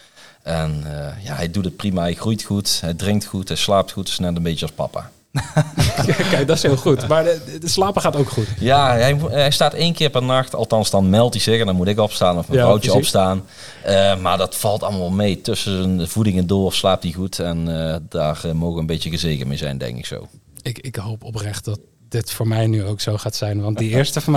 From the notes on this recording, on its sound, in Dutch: opgenomen op een prachtige locatie: Café 't Zwaantje in Eindhoven